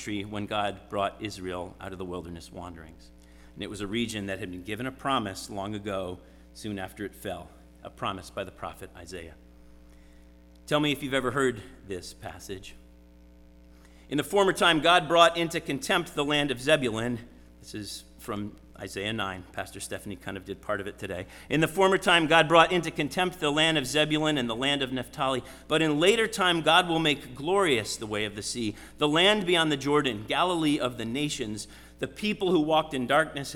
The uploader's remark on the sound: Sermon preached at RCHP on January 22, 2023.